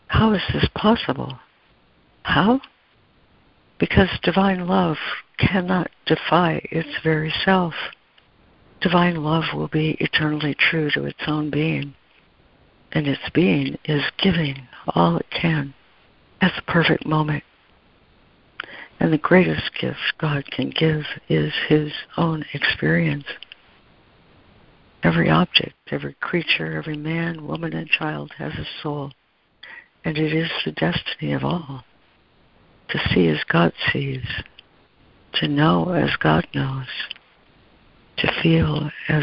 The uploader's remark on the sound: ACIM Daily Conference Call